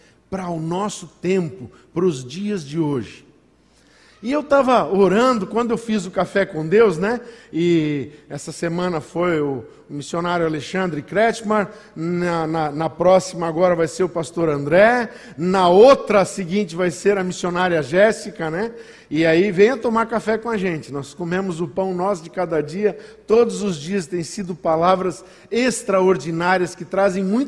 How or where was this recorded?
large echoing room